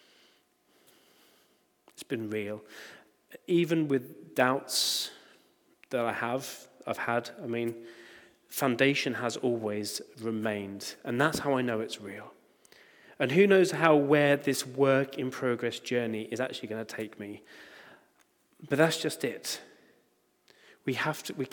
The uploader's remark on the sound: Recording from Immanuelskyrkan Skövde.